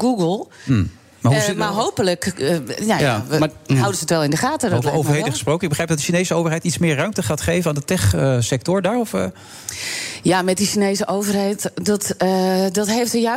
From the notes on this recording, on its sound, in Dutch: Live vanuit de SkyLounge van het Double Tree by Hilton Hotel in Amsterdam